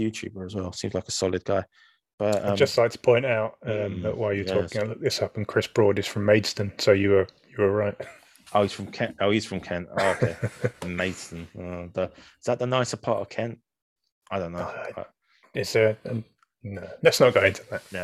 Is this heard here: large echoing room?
no